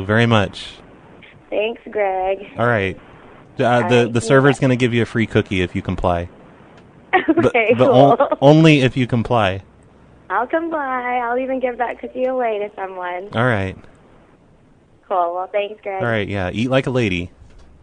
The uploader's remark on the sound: Prank Phone Calls Collection